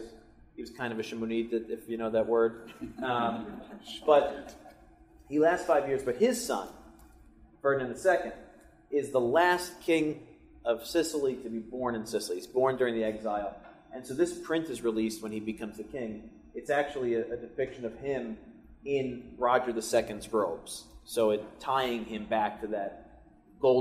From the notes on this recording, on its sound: Recorded from a live presentation, join our friends in Cleveland.